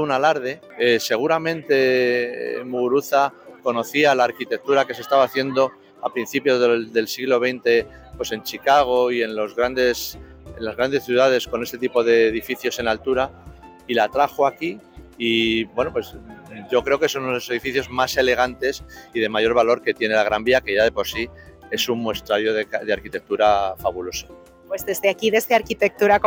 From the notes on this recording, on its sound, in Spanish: Nuestro octavo paseo sonoro nos acerca a la emblemática y centenaria Gran Vía